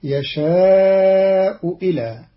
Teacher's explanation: قرأ قالون كلمتي يشاء إلى بإبدال الهمزة واوا مكسورة على الأصل